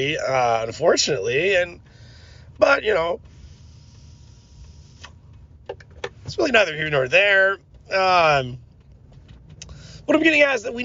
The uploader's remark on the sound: me rambling in the car